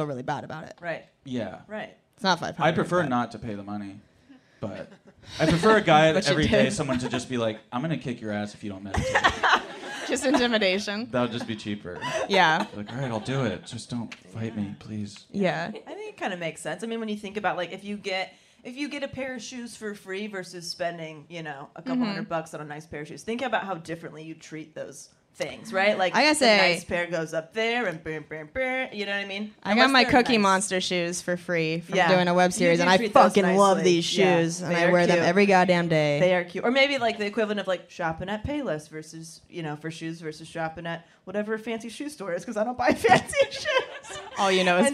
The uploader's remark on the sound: Live from San Francisco Sketchfest. This week's episode was recorded live from The San Francisco Sketchfest.